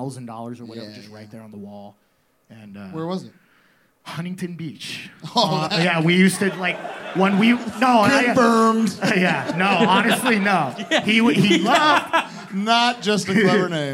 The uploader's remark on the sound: Live at Brain Dead. In the first ever LIVE HardLore in the USA. This 2 hour live special from BRAIN DEAD STUDIOS in Hollywood, California. Everybody in attendance for showing up.